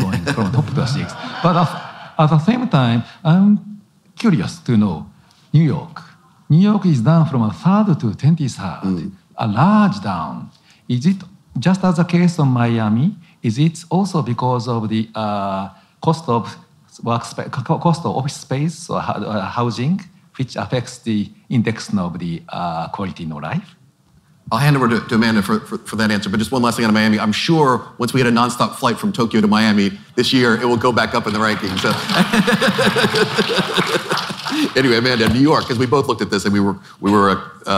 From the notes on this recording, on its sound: We’re bringing you a special live conversation from the FT’s Investing in America conference in Miami.